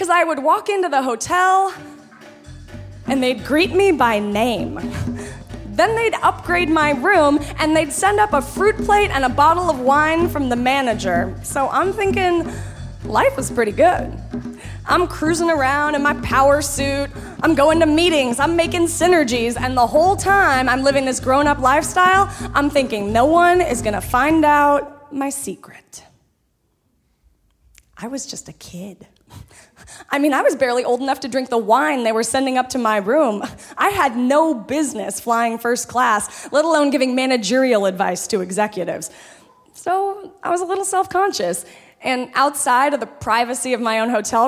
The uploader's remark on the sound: Storytellers as they unveil their darkest secrets before a screaming audience at San Francisco's Brava Theater. Snap Judgment, LIVE!